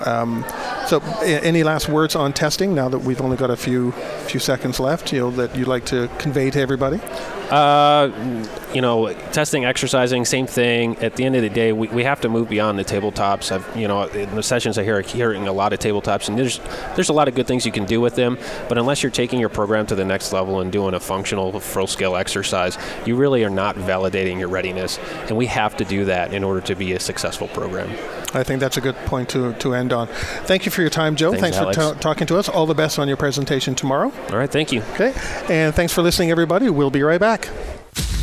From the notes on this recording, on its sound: Broadcasting live from DRJ 2018 in Phoenix Arizona